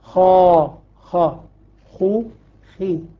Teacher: المكسورة تكون بتفخيم دون المضمومة والمفتوحة · Term: تفخيم نسبي